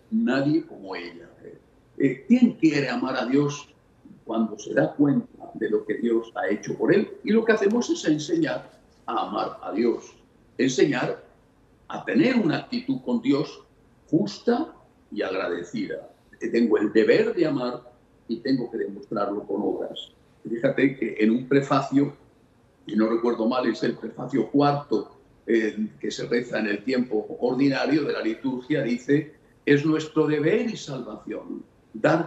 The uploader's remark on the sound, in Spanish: En este enlace virtual desde Houston, Texas.